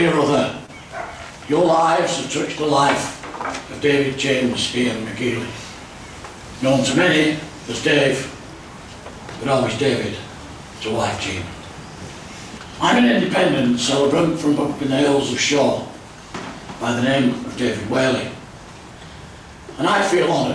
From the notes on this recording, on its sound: Live coverage of the funeral service. From the Chapel in Oldham Crematorium at Hollinwood Cemetery, Oldham.